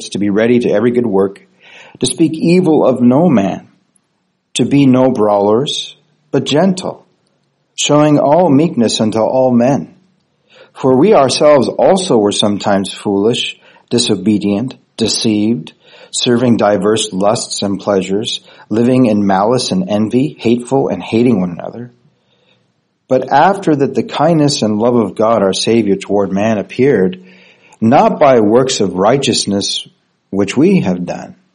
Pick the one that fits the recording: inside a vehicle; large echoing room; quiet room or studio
large echoing room